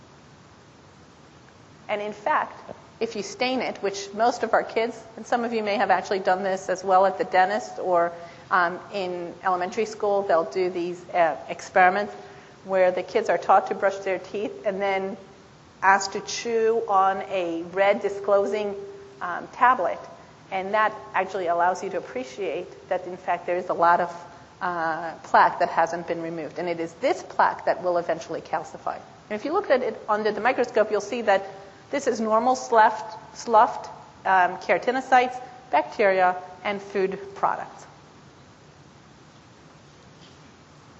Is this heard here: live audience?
yes